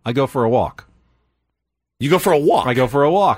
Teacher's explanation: I guess I never pronounce the L.